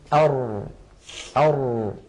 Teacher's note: تجد بأن الصوت لم يجري جريان أش أو أس ولكنه لم ينحبس انحباس أق أو أب · Term: بين الرخوة والشديدة